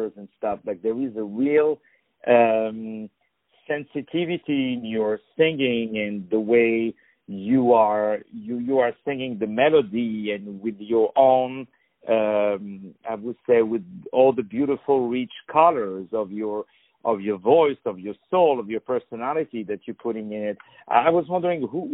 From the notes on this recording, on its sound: On the phone